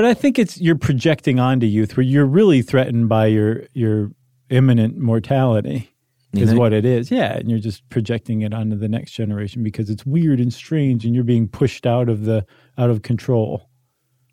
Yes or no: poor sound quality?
no